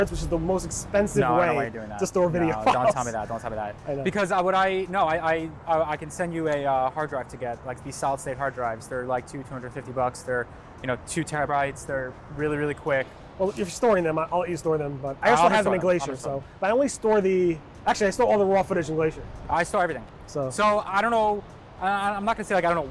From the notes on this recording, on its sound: We did it overlooking the George Washington Bridge, from the Fort Lee Historic Park, looking out on New York City. The funny thing is while we were talking about, other vloggers were doing some recording at the same time.